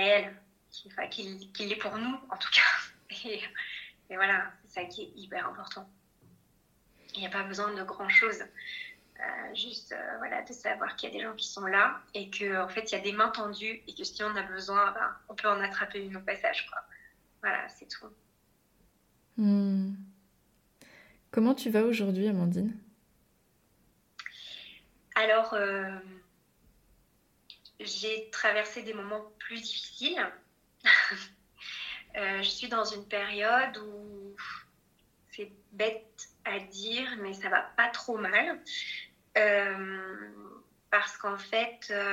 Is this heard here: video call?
yes